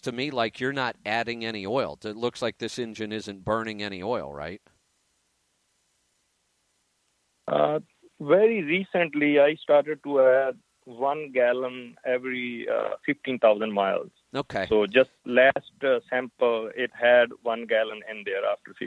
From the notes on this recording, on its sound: Call in Question and Answer Show